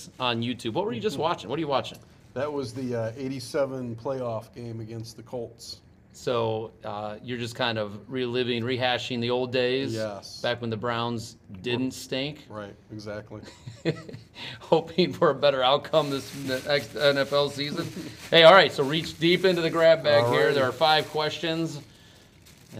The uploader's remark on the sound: Had a bit of a slow night at parent/teacher conferences so I took advantage of it to roam around and ask teachers one question.